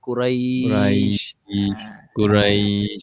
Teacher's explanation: dia panjang kat ya tu bila kau sebut Quray